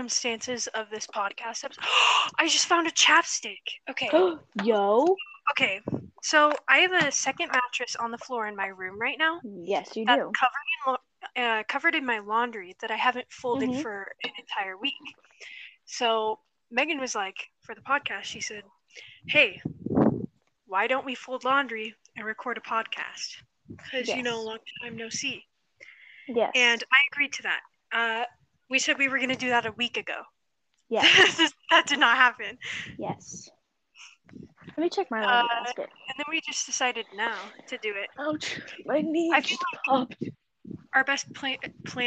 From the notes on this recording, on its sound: thats sounds so bad